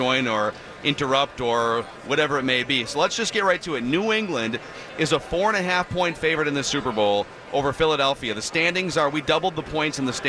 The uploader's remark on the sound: Live from Radio Row all week.